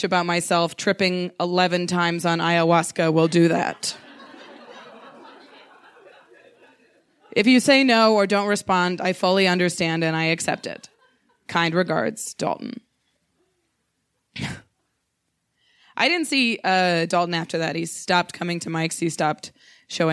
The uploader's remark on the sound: She told this story in front of a live audience at Buntport Theater; the theme of the evening was “Ghosts.”